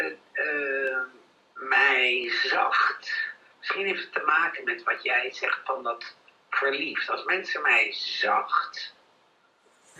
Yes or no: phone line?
yes